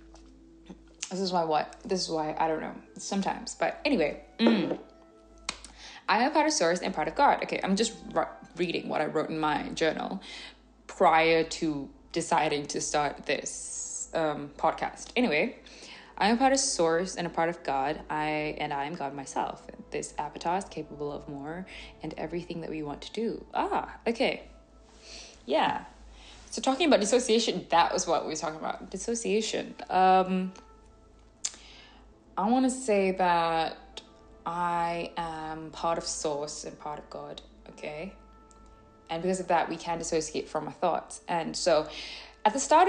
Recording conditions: sounds in the background